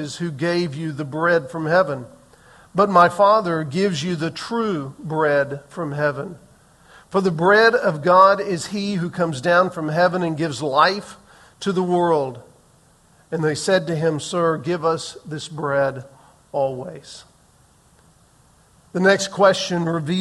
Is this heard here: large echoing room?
yes